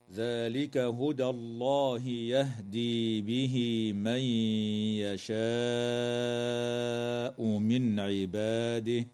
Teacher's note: وتدغم النون الساكنة في الياء مع الغنة من قول الله تعالى من يشاء · ترقق الدال في كلمة هدى وتفخم اللام بعدها في اسم الله تعالى، وتوصل هاء الضمير في قول الله تعالى به من بياء